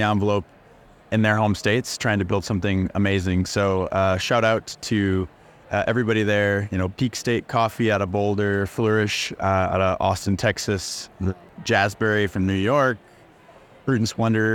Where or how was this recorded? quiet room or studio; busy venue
busy venue